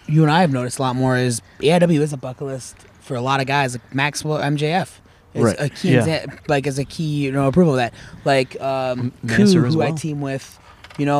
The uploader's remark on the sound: This week is a round table of sorts as we are joined by several members of the AIW roster as they drink some beers and record at the AIW Memorial Day cookout.